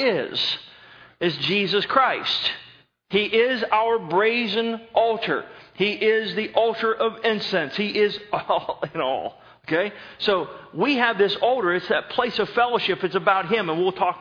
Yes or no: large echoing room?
yes